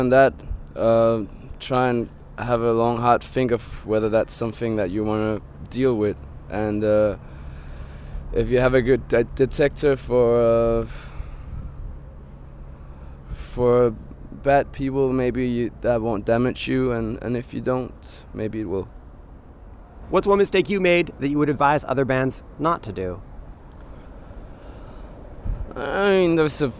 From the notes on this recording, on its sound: Outside the club, I struck up a conversation with them as they lit cigarettes, eventually gaining enough courage to ask them for an interview.